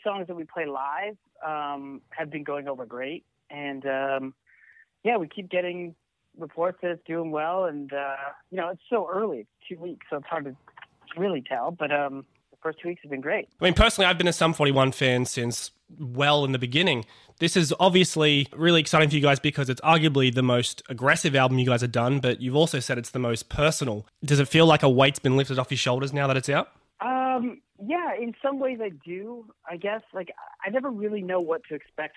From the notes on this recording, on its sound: joins 'The Green Room' podcast on the phone in LA